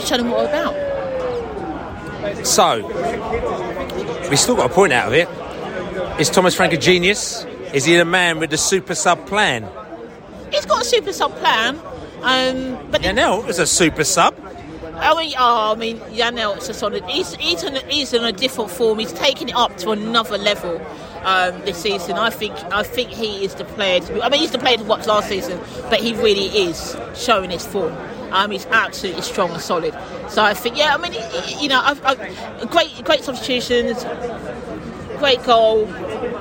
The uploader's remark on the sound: Post-match podcast from the stands